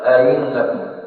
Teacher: همزة الثانية مسهلة، قلنا بين الهمزة المحققة من أقصى الحلق والياء الساكنة